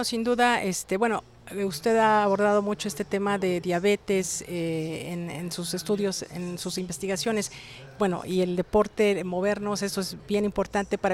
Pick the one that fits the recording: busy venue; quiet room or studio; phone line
busy venue